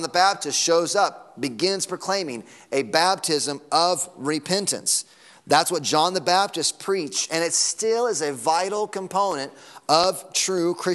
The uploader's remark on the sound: Sunday Morning Sermon Audio.